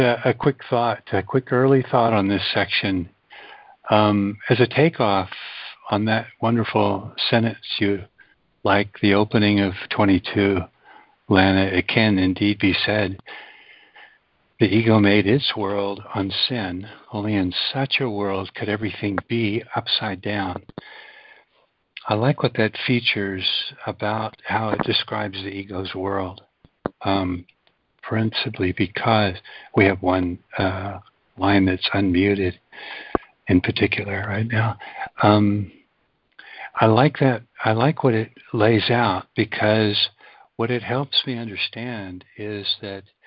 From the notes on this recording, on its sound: ACIM Daily Conference Call.